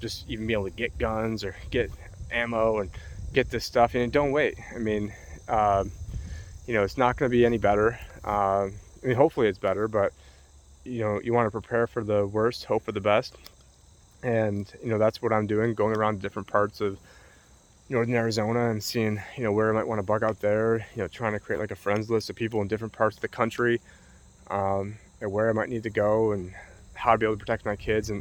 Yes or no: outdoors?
yes